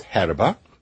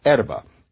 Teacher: Italian dropped the H, like a good Romance language does. · Shown in: second take · But other than that, it's still got erba.